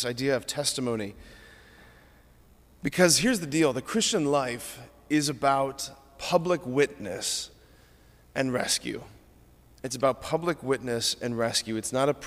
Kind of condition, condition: setting, large echoing room